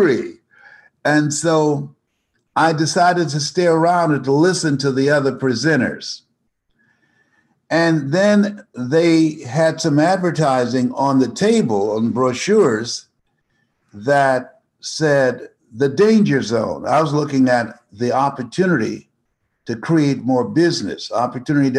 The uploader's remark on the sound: joined me on a webinar